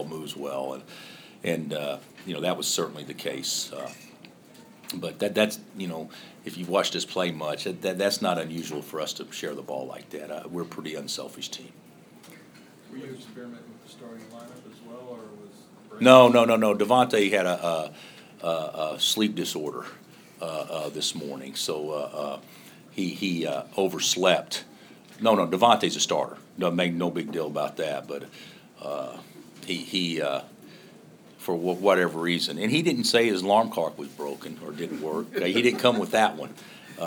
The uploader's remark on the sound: Press Conferences & Post-Game Interviews